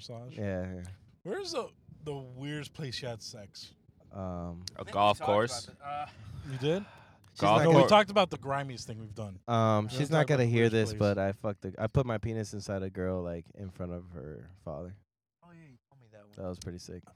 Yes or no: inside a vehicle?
yes